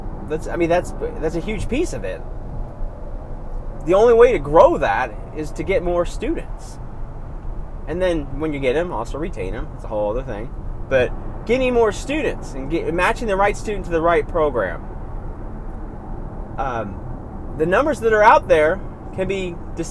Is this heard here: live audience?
no